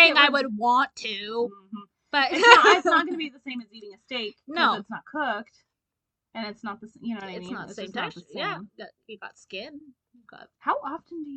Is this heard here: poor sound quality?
yes